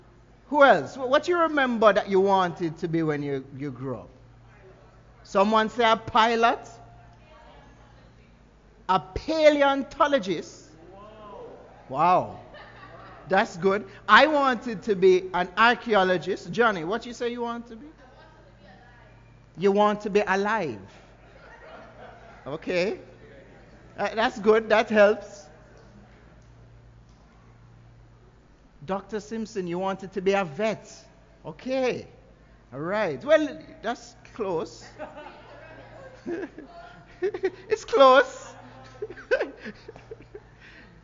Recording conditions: large echoing room